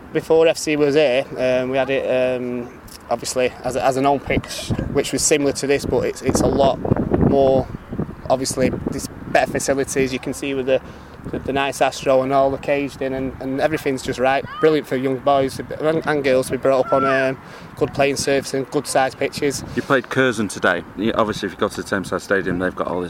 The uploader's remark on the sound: A special podcast recorded on the first weekend of the season, as Moston Juniors and AFC Manchester took to the field for the first time at the newly revamped Ronald Johnson Playing Field at Broadhurst Park in Moston.